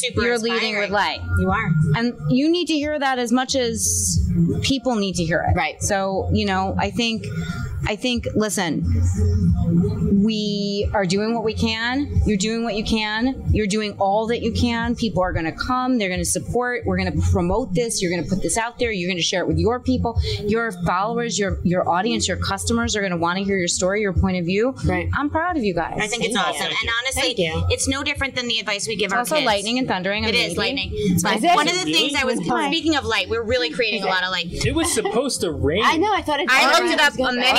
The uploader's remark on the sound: Recorded LIVE on Monmouth Street in Red Bank, NJ.